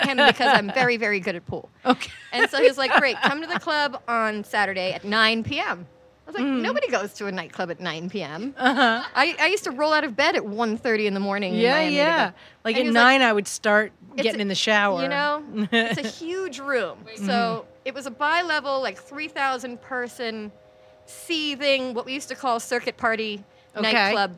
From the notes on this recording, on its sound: At Minnie's Bar.